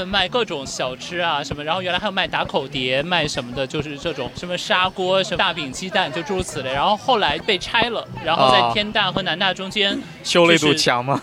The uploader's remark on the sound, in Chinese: 今天的节目是在室外录制的，环境有一些吵，我们的音调都有一些高，请见谅。